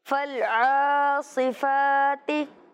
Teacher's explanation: فالعاصفاتی میں کھڑی حرکات کو ایک الف یعنی دو حرکات کے برابر کھینچ کے پڑھنے کی کوشش کی ہے